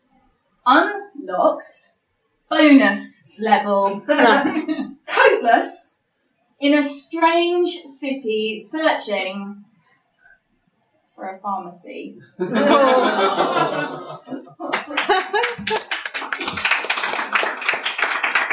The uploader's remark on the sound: Our first recorded LIVE episode - We recorded at our Cast Iron Windows Poetry Night